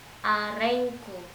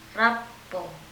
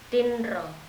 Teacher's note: I found the Makassarese R to be a pretty sound, somewhat more distributed, I feel, than most other trilled R's.